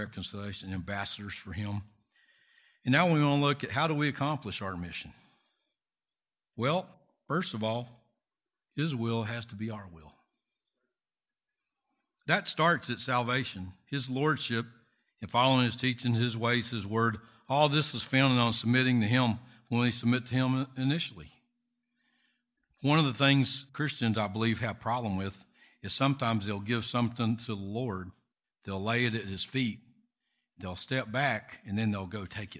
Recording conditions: large echoing room